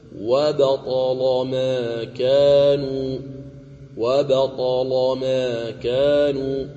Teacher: أيضا قوله تعالى: وبطل ما كانوا يعملون، في حال الوصل تغلظ اللام وجها واحد، وبطل ما كانوا وبطل ما كانوا. اللام مفتوحة سبقت بالطاء والطاء مفتوحة تغلظ اللام